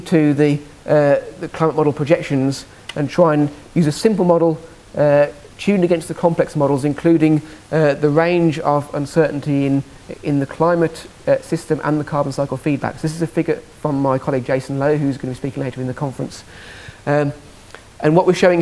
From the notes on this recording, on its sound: Second presentation from session 1 of the 4degrees International Climate Conference